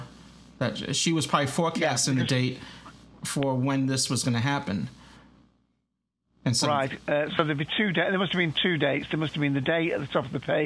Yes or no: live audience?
no